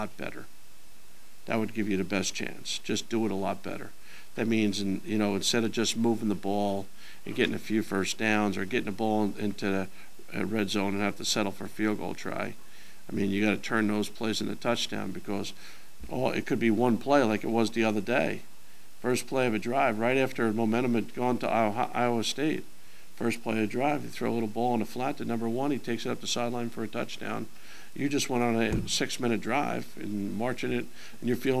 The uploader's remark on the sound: Press Conferences & Post-Game Interviews